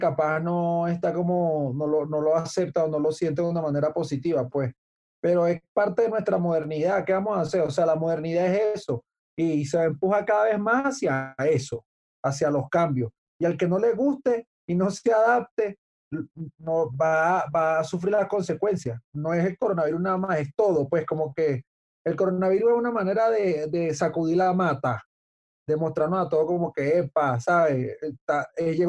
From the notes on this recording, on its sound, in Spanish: El Music Deal se conecta vía zoom con un hermano de la casa